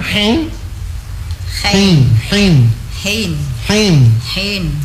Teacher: huruf ha dan huruf ain itu sama-sama dari tenggorokan tengah